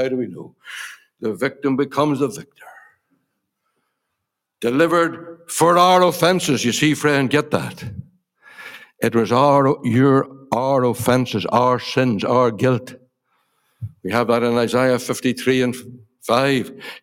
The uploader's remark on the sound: Gospel Audio Recording from Ballyclare Gospel Hall.